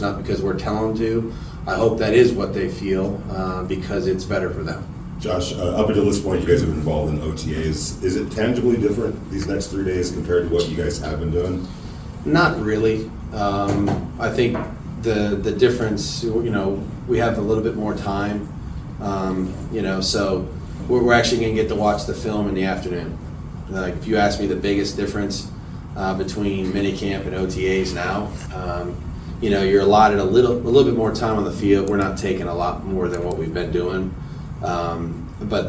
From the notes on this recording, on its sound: Full Press Conference. Take a listen to the entire press conference courtesy of Las Vegas Raiders Insider.